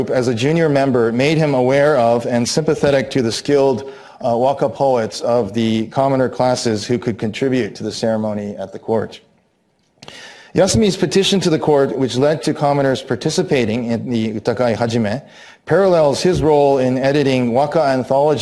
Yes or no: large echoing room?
yes